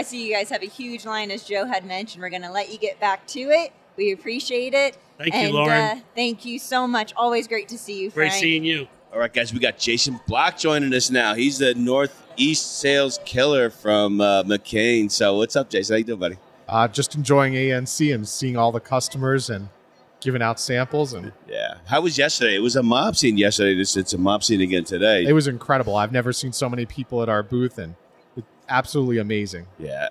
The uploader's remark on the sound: during the 2023 SNA Annual National Conference in Denver, Colorado